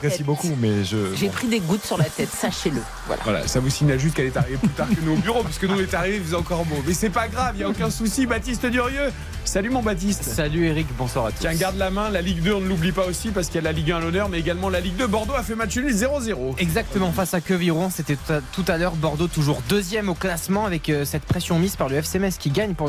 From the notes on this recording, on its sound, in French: en direct du Parc des Princes